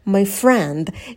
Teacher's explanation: я местоимение my произношу прям быстро, тихо и прыгаю на слово friend.